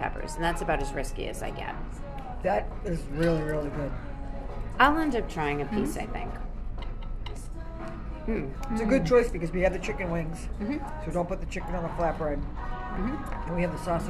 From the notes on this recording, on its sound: We're live on location at 110 Grill in Woburn